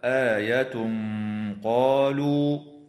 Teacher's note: ويخفى التنوين عند القاف مع الغنة مفخمة